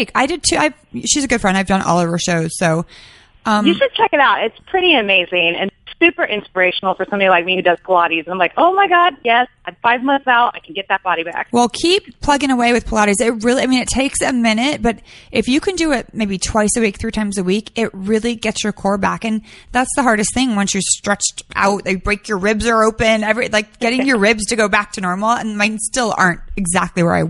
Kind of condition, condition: link, phone line